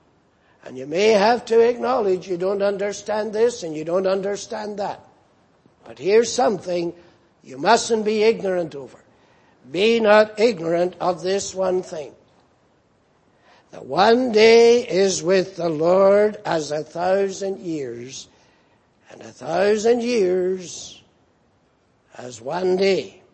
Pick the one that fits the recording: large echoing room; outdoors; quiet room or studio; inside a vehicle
large echoing room